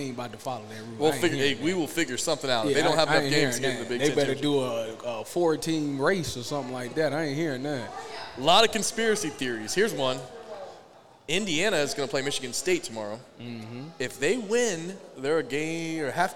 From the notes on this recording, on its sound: live Friday night recording from Buffalo Wild Wings, the official sports bar of Eleven Warriors